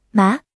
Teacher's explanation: 就像你在问嗯的时候那个声音的上扬 · Term: 二声